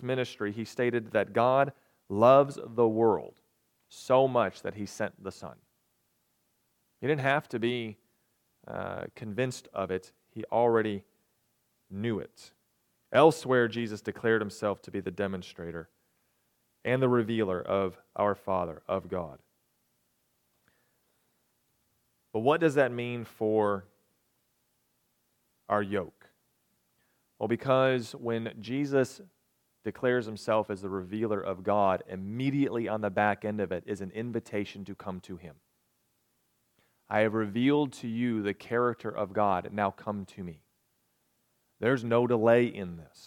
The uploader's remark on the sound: recorded on October 22, 2022, at the Ringgold Seventh-day Adventist Church.